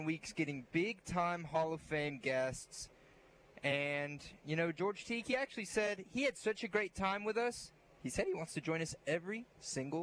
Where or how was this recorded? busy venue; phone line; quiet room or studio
busy venue